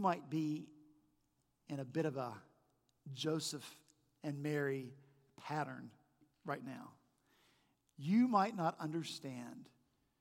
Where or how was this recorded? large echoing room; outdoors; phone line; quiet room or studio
large echoing room